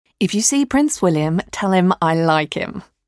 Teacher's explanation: le H est peu prononcé. On fait la liaison avec la syllabe du mot précédent.